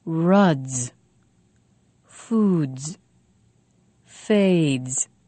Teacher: Now, here are some words that end with a voiced sound. When we add the S ending, we'll say the ending with a voice also. We'll say z. · Notice the vowel before the voiced consonant is longer.